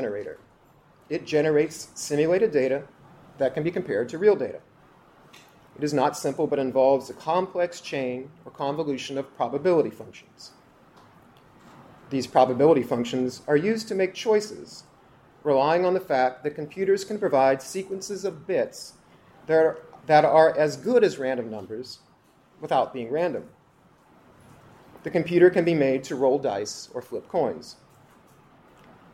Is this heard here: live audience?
yes